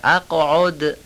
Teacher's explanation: دال آخرش هم تبدیل به ت نشه